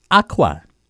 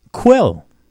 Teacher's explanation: Some sounds in Bellicola are spelled with two letters. One of them is KW, which is pronounced as the QW in quick. Simply say a K, but hold your lips pouted.